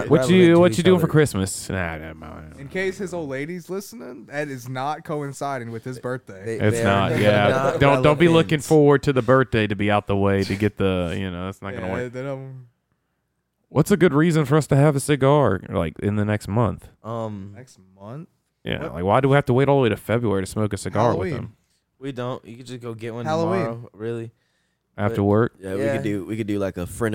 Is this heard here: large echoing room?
no